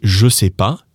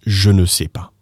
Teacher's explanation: you don't need to say the ne when you're talking · Shown in: first take · It's more of a written, formal thing.